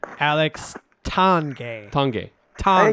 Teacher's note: even if you go the French Canadian way, it's almost a silent N